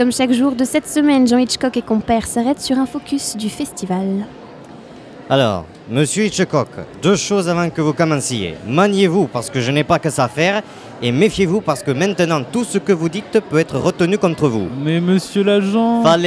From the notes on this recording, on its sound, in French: nous plantons nos micros dans le hall du Centre des Congrès pour suivre au plus près le festival Premiers Plans